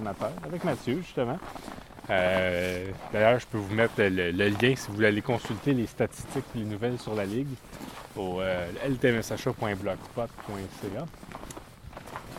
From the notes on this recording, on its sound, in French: Enregistré dans les rues de St-Hyacinthe